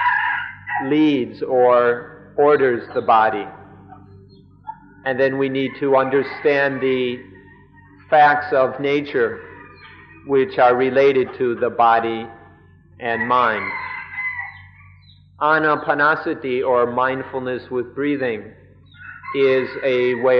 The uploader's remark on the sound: Gave regular lectures during the international retreats held at Suan Mokkh and then Suan Mokkh International.